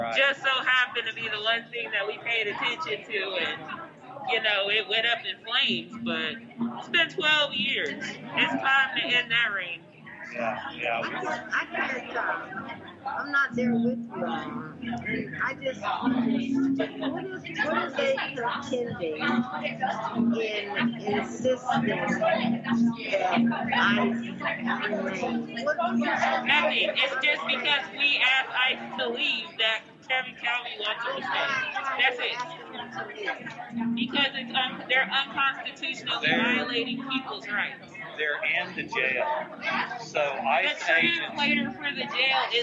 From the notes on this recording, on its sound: Live at Tink's Spot Dispensary. It's a little noisy in there.